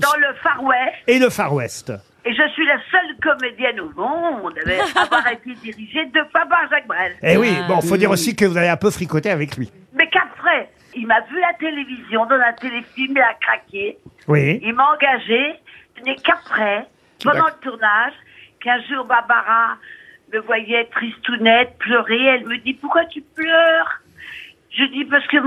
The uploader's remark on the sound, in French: Au téléphone pour son anniversaire.